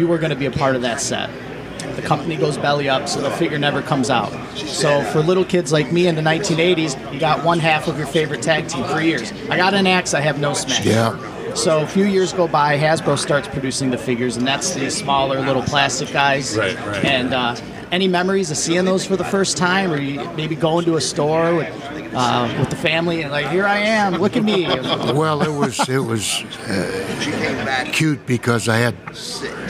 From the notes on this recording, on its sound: We are live at Astronomicon